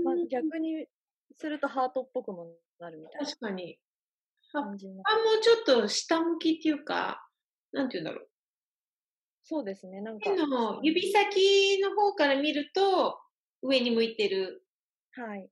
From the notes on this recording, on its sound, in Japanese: 初のリモート録音でお聞き苦しいところもあるかと思いますが